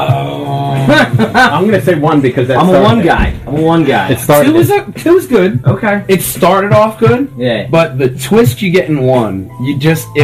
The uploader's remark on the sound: Had a bit of audio troubles this week. Went live at the Game'n DVD Exchange on 23 East State Street Media, PA.